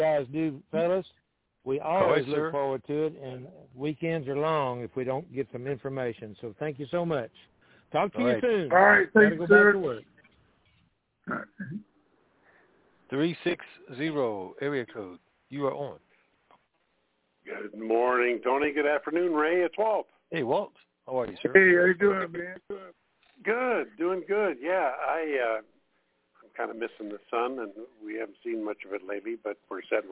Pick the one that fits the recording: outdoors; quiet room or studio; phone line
phone line